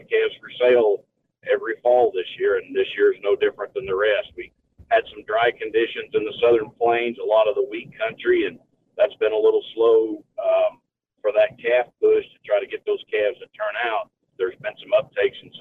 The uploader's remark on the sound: We even have listeners call in and give their reports.